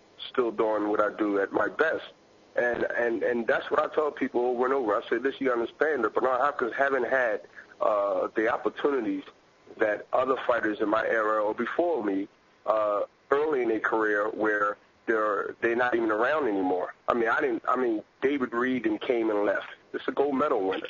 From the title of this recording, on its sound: Conference call